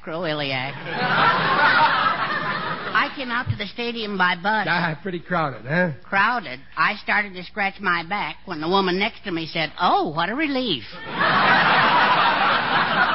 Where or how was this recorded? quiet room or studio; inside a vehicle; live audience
live audience